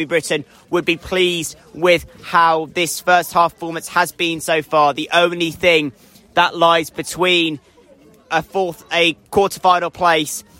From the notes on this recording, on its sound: live coverage from Exwick